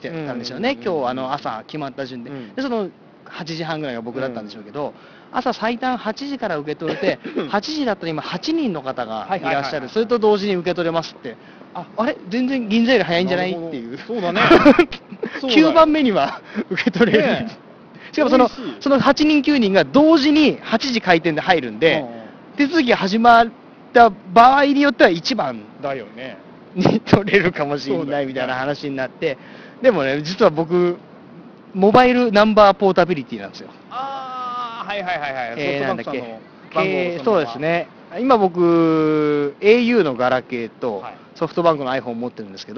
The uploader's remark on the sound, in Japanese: Apple Ginzaで並びましょ！今回は外での収録のために音質がいちじるしく悪いですがご了承下さい。Apple Ginza に延々と伸びるiPhone 4Sの行列。